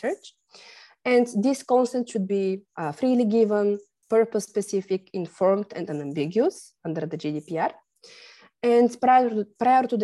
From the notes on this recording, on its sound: Originally a live webinar